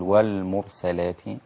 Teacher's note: والأمر الثاني، رقق اللام في التعريف، والمرسلات الراء بداية التفخيم، تمام في الكلمة. والمرسلات لا تبدأ باللام مفخمة فتقول والمرسلات، تمام.